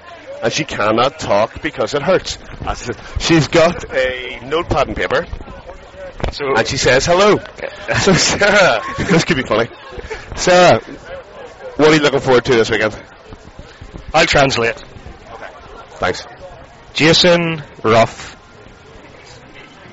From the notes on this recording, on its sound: Live at Bunkers. Live Recording” of AVFTB which took place on Saturday 7th April 2007 outside the Bunkers Hill in Nottingham.